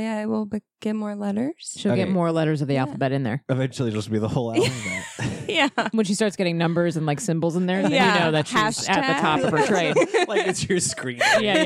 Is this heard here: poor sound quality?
no